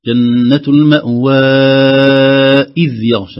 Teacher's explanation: نعم، طبعا هذه مد، علامة المد لأنه بعدها همزة. لو وصلنا جنة المأوى إذ يغشى، هذا مد منفصل